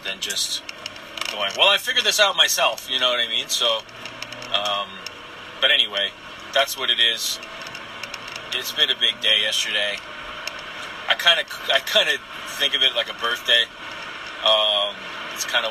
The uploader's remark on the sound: Some thoughts I recorded while driving